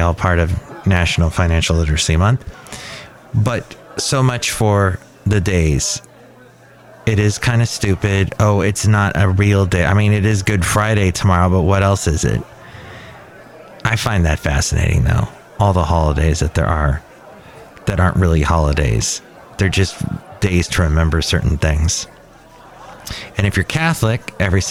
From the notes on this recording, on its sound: Podcasts live from Cafe Anyway.